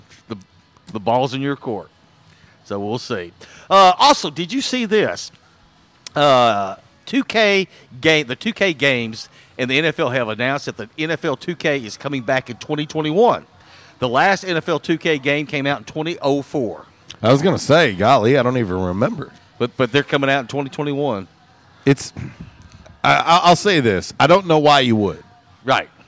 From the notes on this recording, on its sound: LIVE from JTown's Grill!